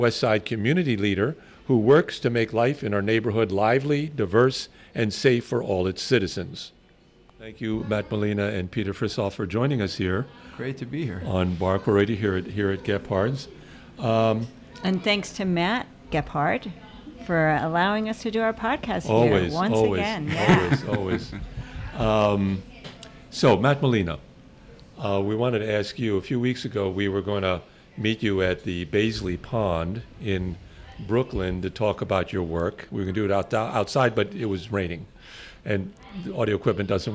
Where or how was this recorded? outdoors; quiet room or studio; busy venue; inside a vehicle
busy venue